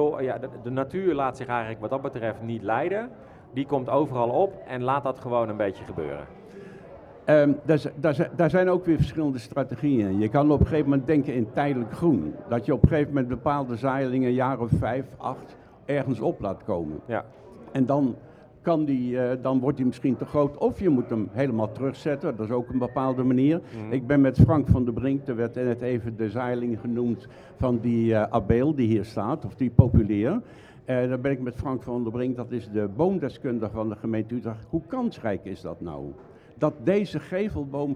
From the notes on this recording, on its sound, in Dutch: De opname van DUIC in Zaken vond plaats in Camping Ganspoort